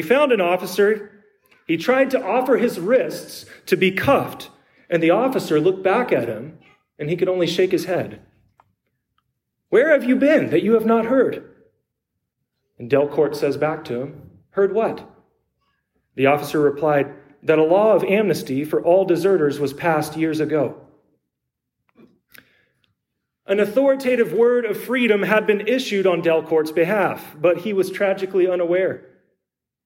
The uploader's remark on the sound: preached at Trinity Lutheran Church in Copperas Cove, TX